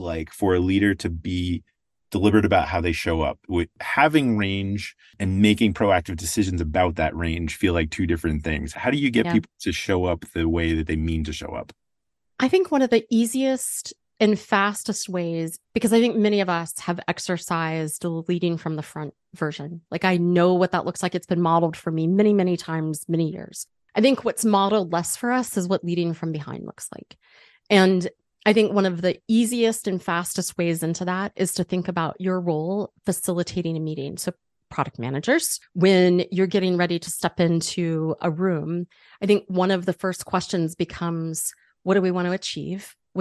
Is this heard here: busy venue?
no